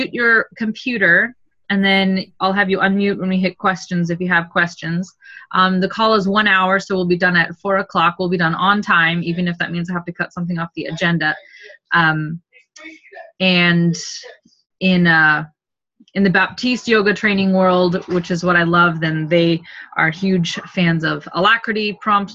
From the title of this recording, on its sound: Second oldest Zoom call we recorded